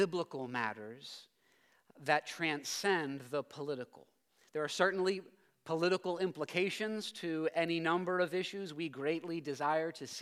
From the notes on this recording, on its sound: preached this sermon at Covenant Fellowship Church